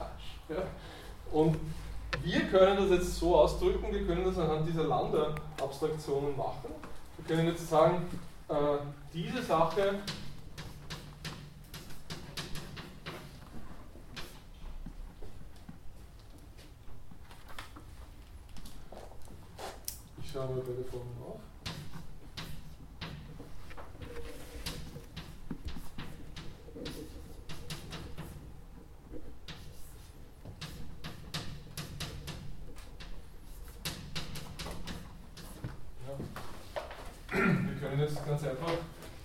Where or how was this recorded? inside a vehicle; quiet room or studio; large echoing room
large echoing room